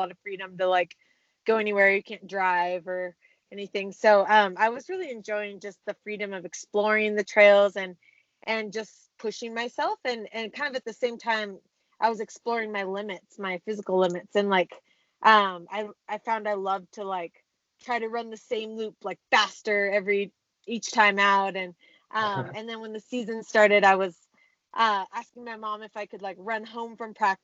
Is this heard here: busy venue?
no